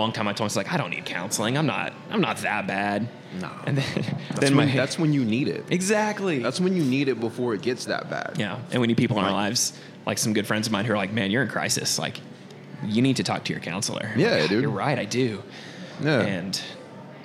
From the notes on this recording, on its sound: Wishful Drinking is always recorded live in Downtown Tyler, Tx at The Foundry Coffee House over a delicious cup of coffee.